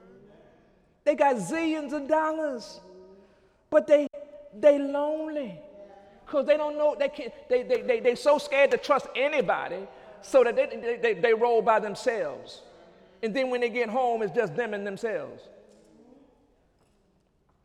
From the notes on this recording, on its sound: During Sunday morning service on July 5, 2015